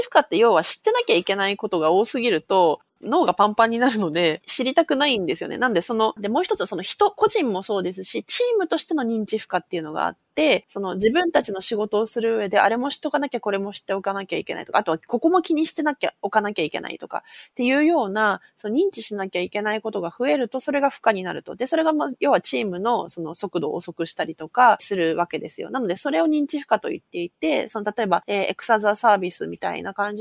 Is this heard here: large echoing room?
no